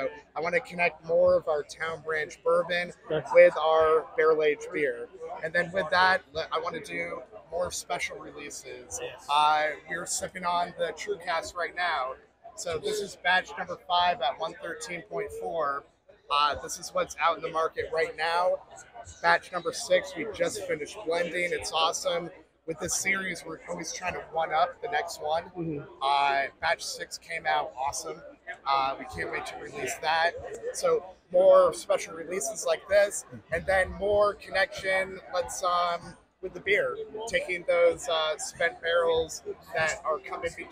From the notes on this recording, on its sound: at the Kentucky Bourbon Festival